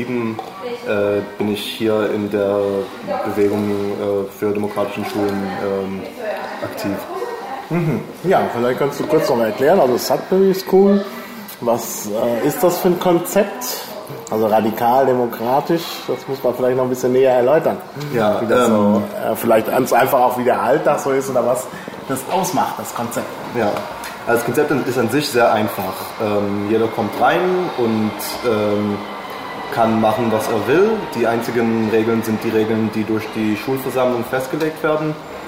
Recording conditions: background noise